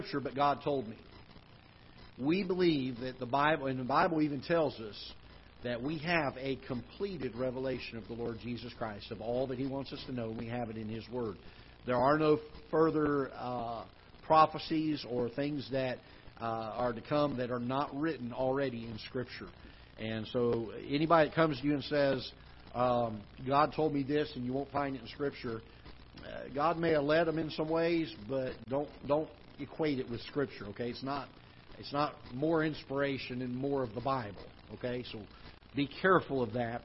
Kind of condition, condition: setting, large echoing room